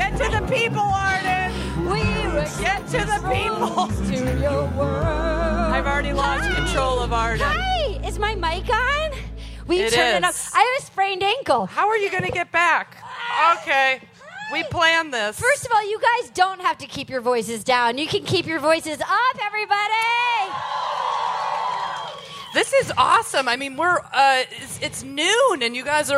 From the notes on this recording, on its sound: Live from Outside Lands! Live at Outside Lands Music Festival in San Fransisco! Opium tents!